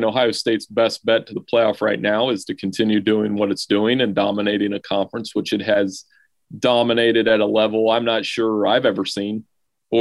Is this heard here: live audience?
no